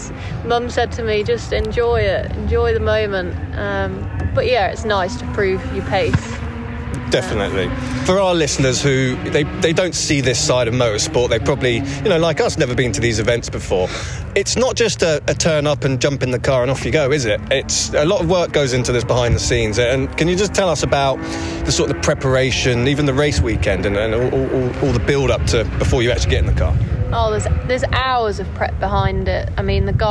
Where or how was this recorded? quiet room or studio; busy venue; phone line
busy venue